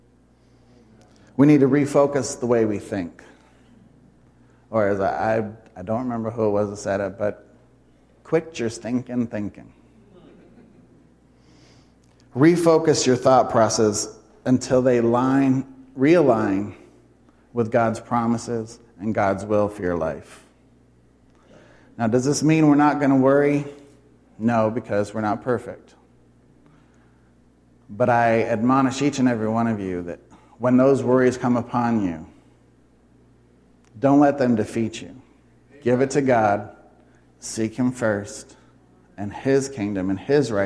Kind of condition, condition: setting, live audience